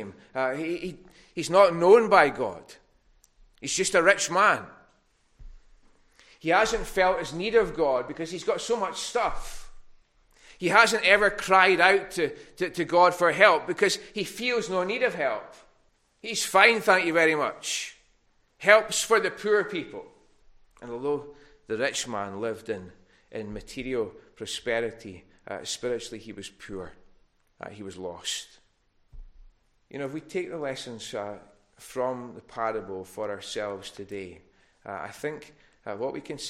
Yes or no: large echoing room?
yes